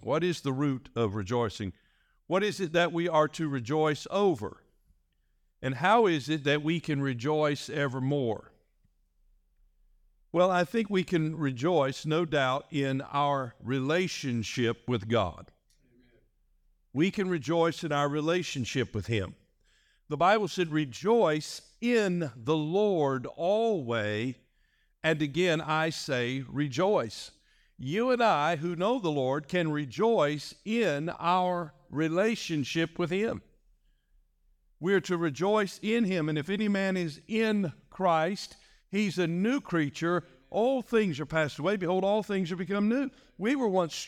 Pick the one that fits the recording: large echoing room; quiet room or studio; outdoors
large echoing room